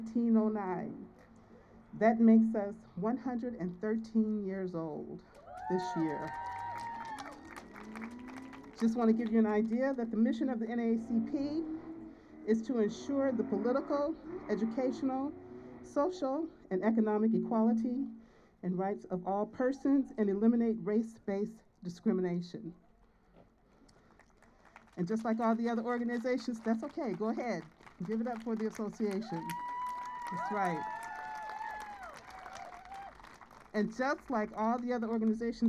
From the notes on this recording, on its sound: Some sounds recorded at recent events in Antioch. Voices from the Stop the Violence march and rally held in the Sycamore Corridor of Antioch. No Drilling Brentwood march and rally.